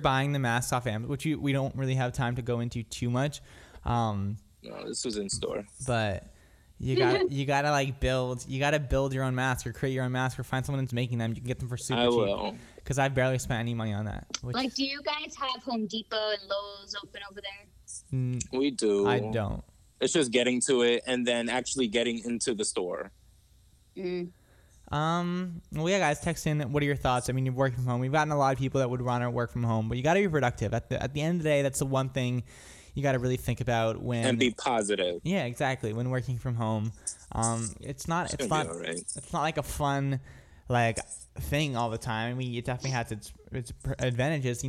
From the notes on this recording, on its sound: Technology ruined the day. With severe audio problems in the 7-8am time slot we decided to take it old school and use phones to connect us to you!